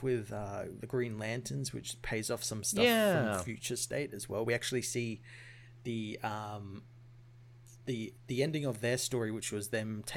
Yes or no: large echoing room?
no